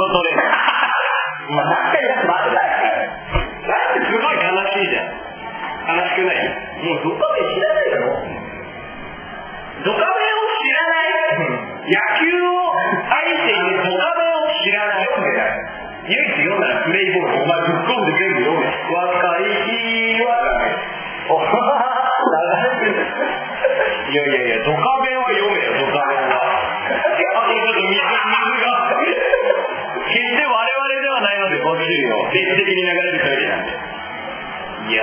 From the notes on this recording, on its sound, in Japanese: 今回は学校のトイレでの出張版Rookieです。今回は、なんと学校での収録です！！ICレコーダーを購入した。収録場所などの関係もありノイズが入ってますが、大目に見てやってください。